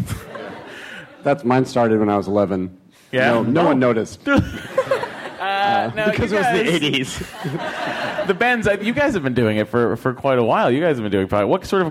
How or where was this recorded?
live audience